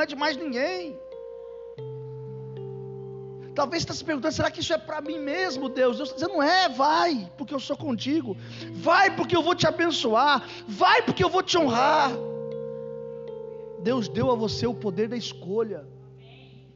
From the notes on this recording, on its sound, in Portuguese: Culto gravado em 09/12 durante a celebração do culto da campanha 12 dias para 12 meses.